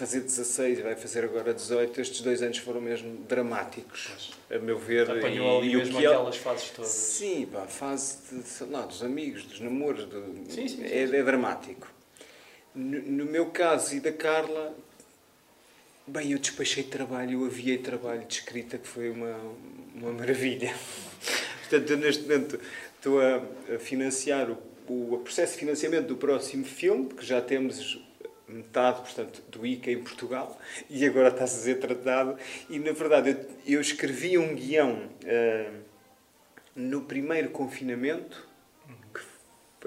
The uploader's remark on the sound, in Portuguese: Gravado ao vivo na Livraria Barata. Sendo a última sessão feita no espaço.